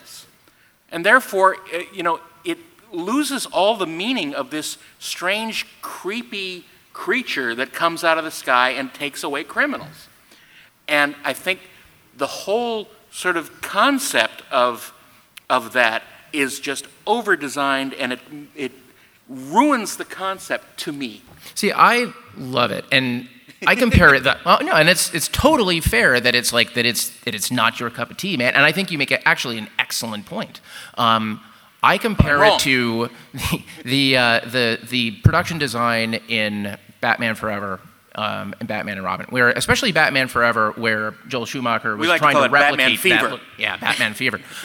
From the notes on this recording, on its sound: LIVE FROM COMIC-CON. Live at San Diego Comic-Con.